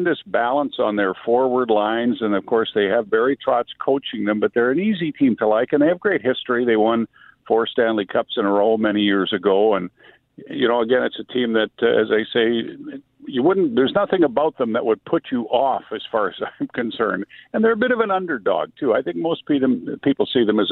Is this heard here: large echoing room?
no